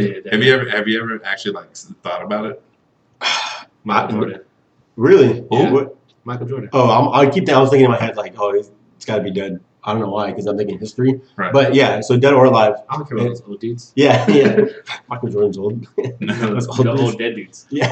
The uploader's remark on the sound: Sorry it sounds like we're in a tunnel.